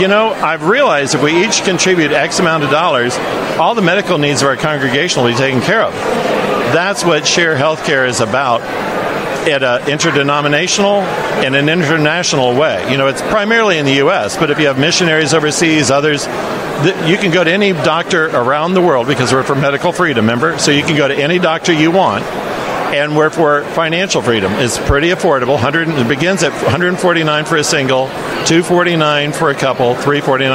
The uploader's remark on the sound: This interview was recorded by Right America Media at CPAC 2022.